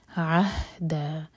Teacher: عین کو حلق سے پڑھیں گے، ہا سینے سے. عہد، ان میں دا دو حرکہ لمبا.